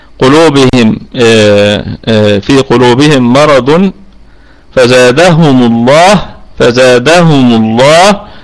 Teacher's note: ستكون لام لفظ الجلالة مفخمة لأنها سبقت بالضمة، الضمة التي هي في ميم الجمع.